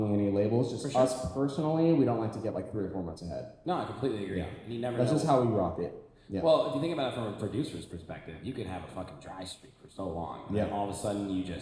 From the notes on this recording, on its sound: this was recorded LIVE with an audience in Chicago